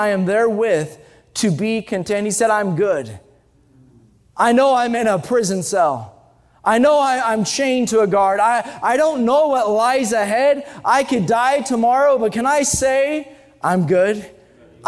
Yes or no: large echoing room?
yes